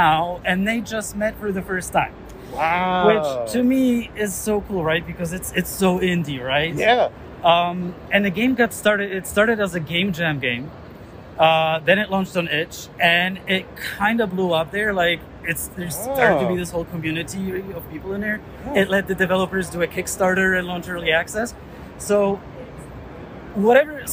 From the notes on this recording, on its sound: LIVE...and then edited. I travel to the massive video game convention PAX East in lovely Boston, MA with papers in hand ready to talk to the developers, publishers, creators and creative minds that fill the expo center.